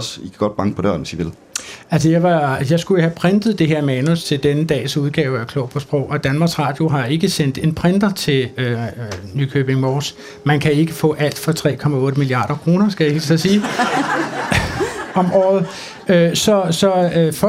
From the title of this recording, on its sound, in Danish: Live fra Kulturmødet på Mors